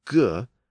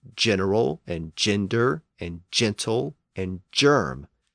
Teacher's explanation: the hard G sound, G, slid forward in the mouth and became a soft G or J sound. And that produced words like general and gender and gentle and germ.